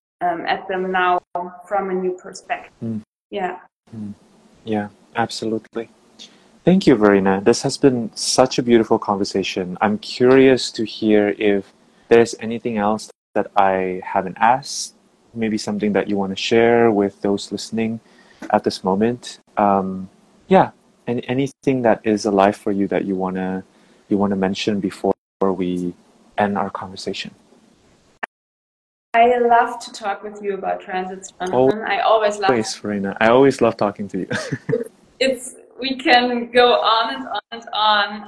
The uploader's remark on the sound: This is a conversation I recorded on Instagram Live